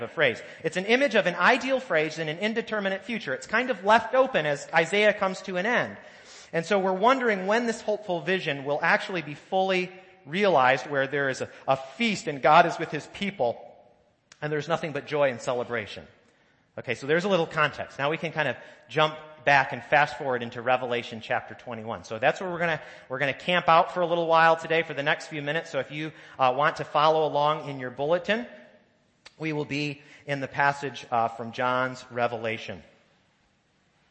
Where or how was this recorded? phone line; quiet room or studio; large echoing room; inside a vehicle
large echoing room